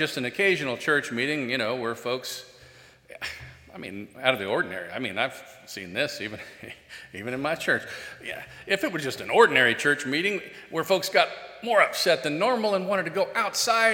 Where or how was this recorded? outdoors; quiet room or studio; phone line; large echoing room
large echoing room